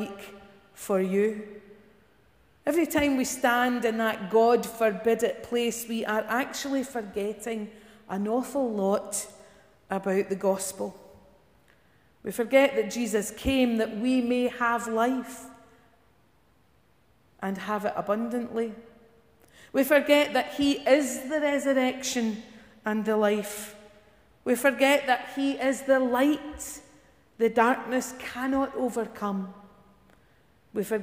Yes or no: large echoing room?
yes